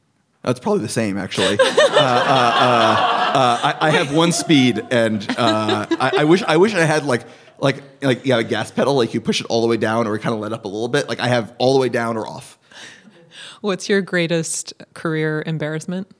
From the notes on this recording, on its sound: This conversation was recorded live at Powerhouse’s headquarters in Oakland, California.